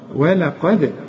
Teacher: ما تقولش ولا، ولقد ولقد قلقل الدال